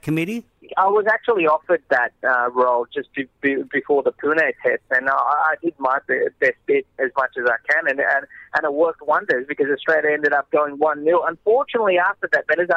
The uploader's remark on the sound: phones in from Ranchi